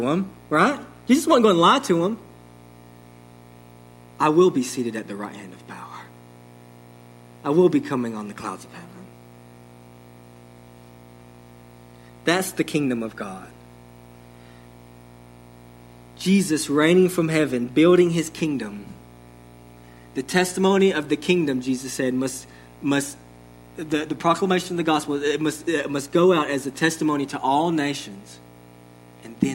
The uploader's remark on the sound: Sermon delivered to Cottondale Baptist Church in Eastman, GA on 11/28/21. Sermon delivered to Cottondale Baptist Church in Eastman, GA on 11/28/21.